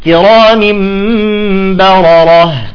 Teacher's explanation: إذا كانتا مفخمتين متتابعتين وراء بعضهم، مثلا كرام بررة، يجب أن تفصل بجمالية وبعدم اختلاس